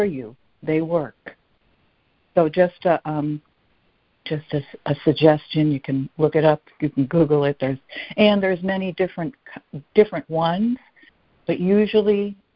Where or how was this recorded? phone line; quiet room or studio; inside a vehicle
phone line